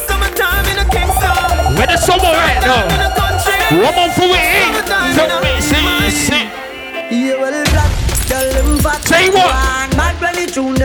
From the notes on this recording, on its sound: ROYAL ROOFTOP PARTY LIVE AUDIO.